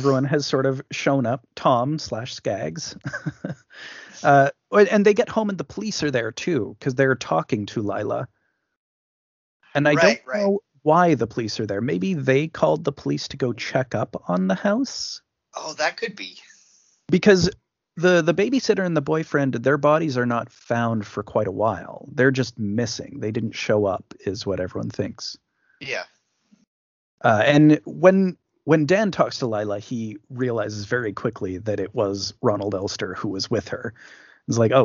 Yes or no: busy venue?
no